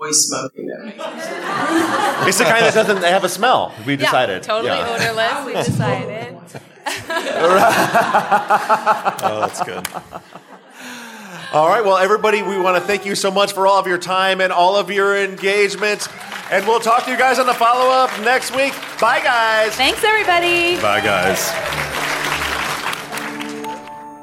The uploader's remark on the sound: This week's follow-up is a live recording from Obsessed Fest in Dallas, Texas. Answer live listener questions.